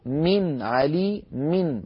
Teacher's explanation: نطقت ميما مكسورة بعدها نون ساكنة · Term: علامة التنوين